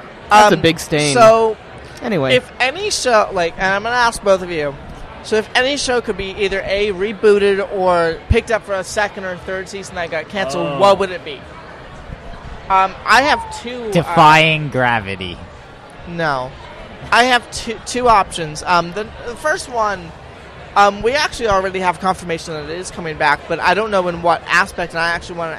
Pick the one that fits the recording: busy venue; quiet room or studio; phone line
busy venue